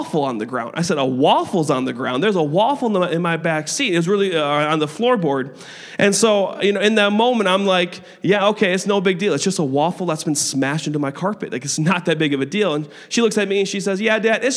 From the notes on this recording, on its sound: a service recording from Connect Point UPC